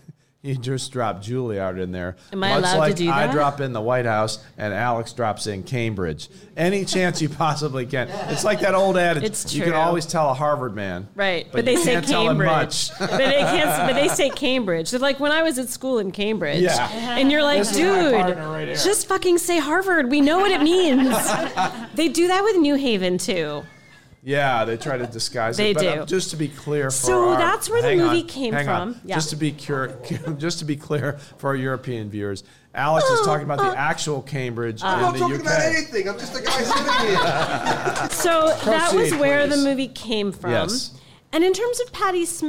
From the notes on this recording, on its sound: In the last of four live episodes recorded in the Summer of 2022 at NYC’s fabulous Von Bar.